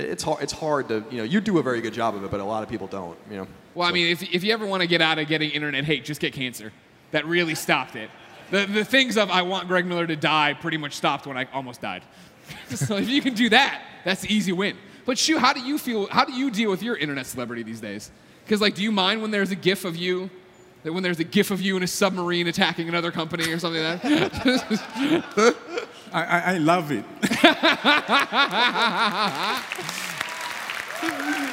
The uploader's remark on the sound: recorded in front of thousands at PSX 2016